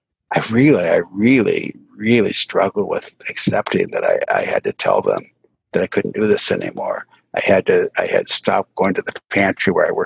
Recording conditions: video call